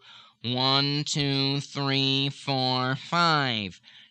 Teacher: Now about half of the air is coming out of my mouth